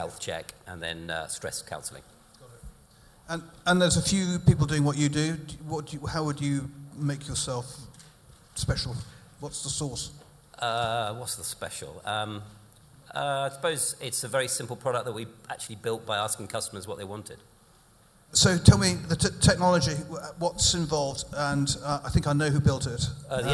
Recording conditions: live audience